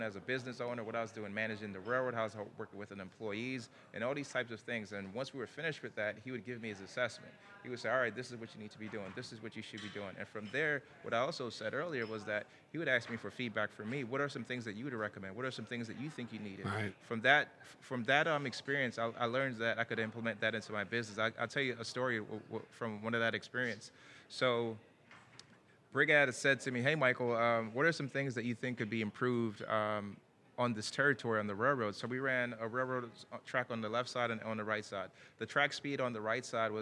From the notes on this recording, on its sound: Recorded at this year’s annual JMI Small Business Leadership Conference. This and the following segments were recorded at this year’s annual JMI Small Business Leadership Conference hosted at Loews Sapphire Falls Resort.